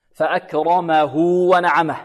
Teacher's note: والراء مفخمة لأنها مفتوحة